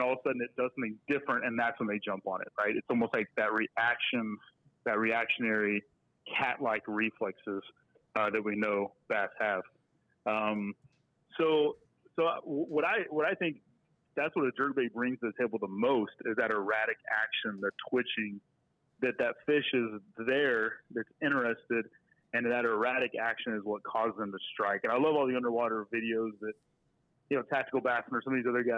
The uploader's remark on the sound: At MONSTERBASS Live, our hosts love to battle on-air. With the phone lines open live and in real time, the listeners get in on the action as well.